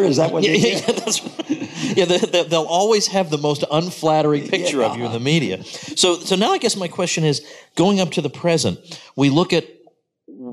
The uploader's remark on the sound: Event in Lake Jackson, Texas. Before a live audience.